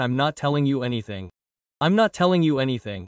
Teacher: Notice that the T in not is almost never said.